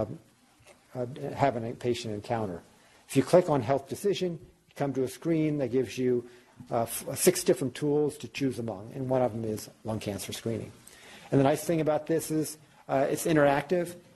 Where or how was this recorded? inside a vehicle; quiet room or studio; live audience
live audience